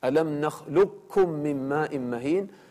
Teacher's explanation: طبعا يعني هنا إما أن يكون الإدغام كاملا: ألم نخلقكم، نخلقكم هكذا بدون أن تنطق القاف أبدا